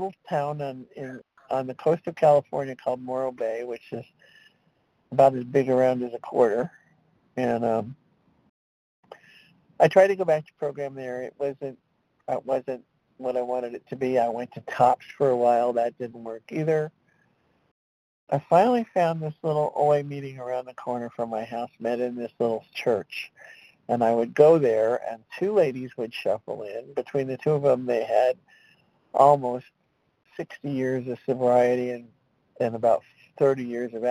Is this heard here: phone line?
yes